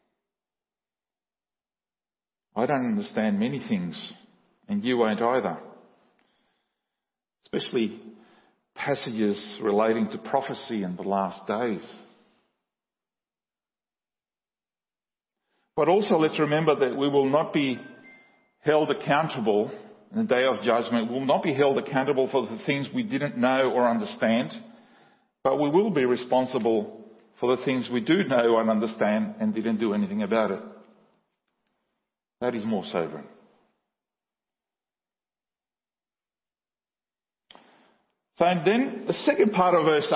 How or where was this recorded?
large echoing room